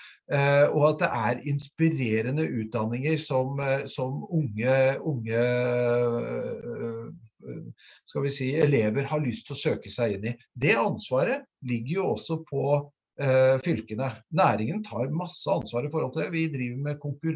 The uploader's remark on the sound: Live Zoom